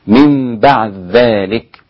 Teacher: أدغم الإدغام الكبير الإمام السوسي عن أبي عمرو في الدال في الذال، فأصبحت من بعد ذلك هكذا، من بعد ذلك.